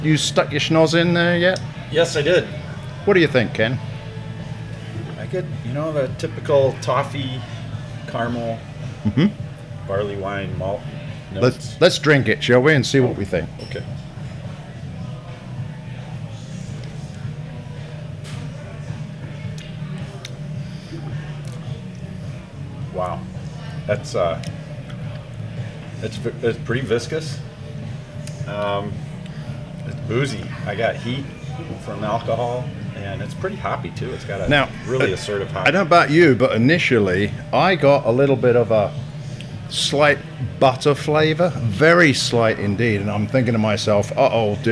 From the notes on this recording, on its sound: These pubcasts are a collection of videos (or audio if you prefer to listen that way) which we recorded at the breweries listed below, and we split them up into a 3-part series.